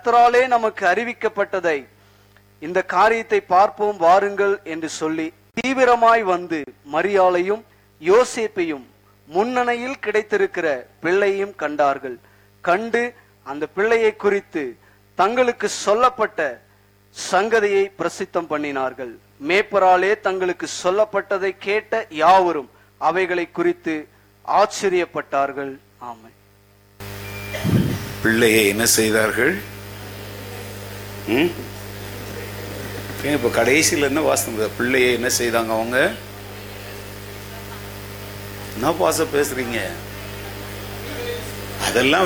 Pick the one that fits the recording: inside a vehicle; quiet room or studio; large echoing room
large echoing room